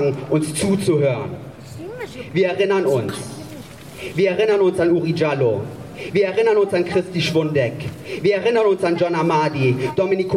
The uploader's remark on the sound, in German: Mitschnitt der Großdemonstration im Gedenken des von der Polizei ermordeten Mouhamed Lamine Dramé.